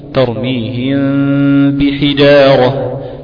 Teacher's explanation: لأن الميم من الشفتين والباء كذلك، فكلاهما متفق مخرجا ومختلف صفة. فأقول ترميهم بحجارة. · Term: المتجانسين الصغير